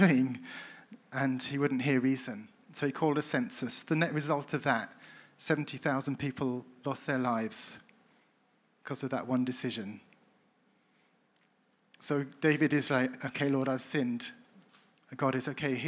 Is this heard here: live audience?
yes